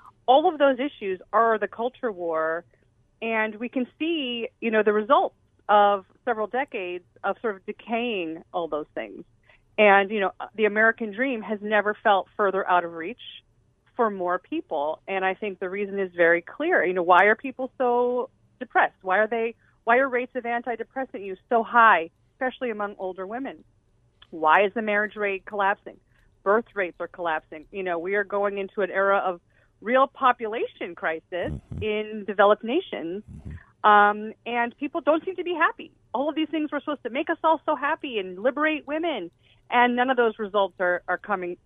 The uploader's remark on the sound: by phone